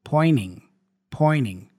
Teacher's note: Usually when you have that combination of N and T, especially in American English, the T tends to be dropped. So we only pronounce the N.